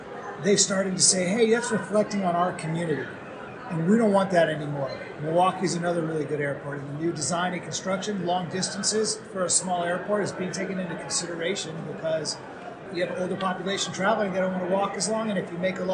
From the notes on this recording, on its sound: Live at Symposium 2023